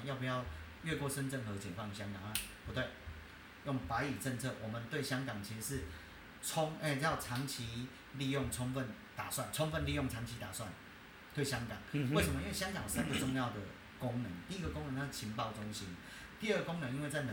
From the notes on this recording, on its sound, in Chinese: 收音有一點點小狀況